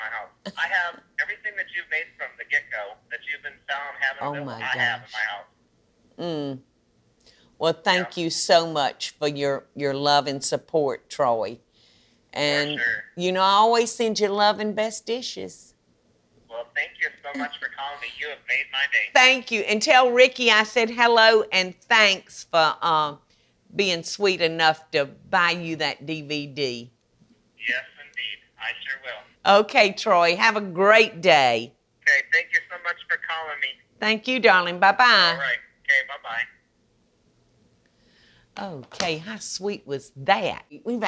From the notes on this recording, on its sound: Phone Calls with Fans! Takes phone calls and has a great time with her fans!